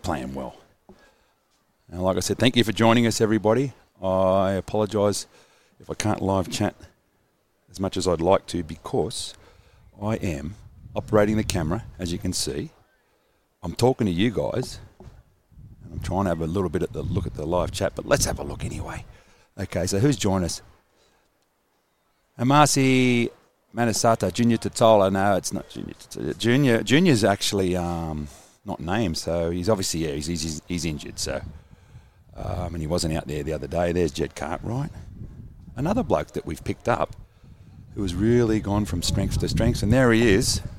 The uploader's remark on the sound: Live from Redfern Oval at the Rabbitohs Captains run.